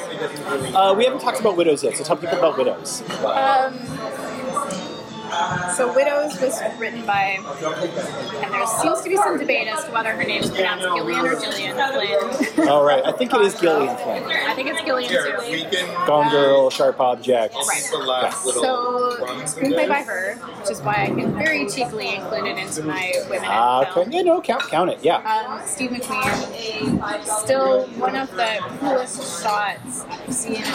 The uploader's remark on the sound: Apologies in advance as the cafe was a teeny bit louder on-mic than it seemed in-person, but I believe the show isn’t inaudible in any way.